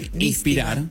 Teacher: hay S que aspiramos, las S que anteceden una consonante